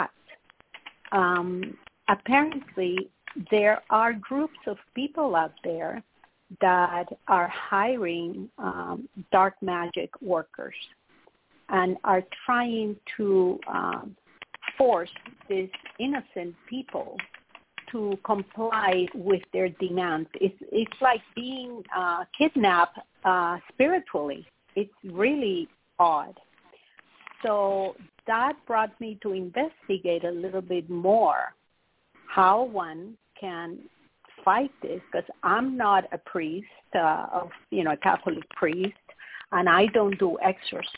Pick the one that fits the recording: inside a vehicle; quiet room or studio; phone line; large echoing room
phone line